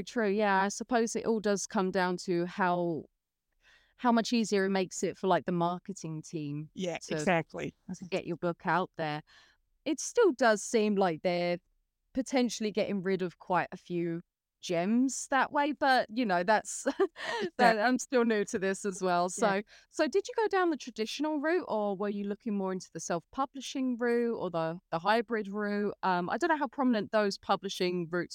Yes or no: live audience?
no